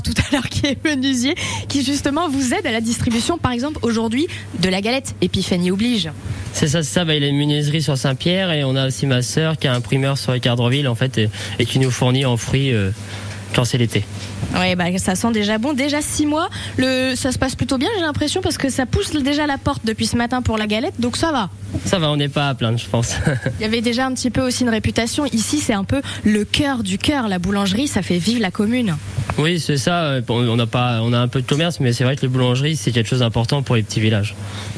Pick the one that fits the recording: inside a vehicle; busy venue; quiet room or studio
busy venue